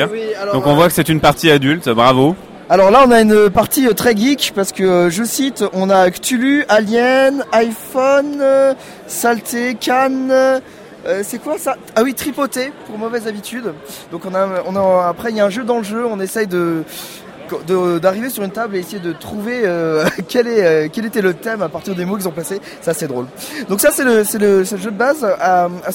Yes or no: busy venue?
yes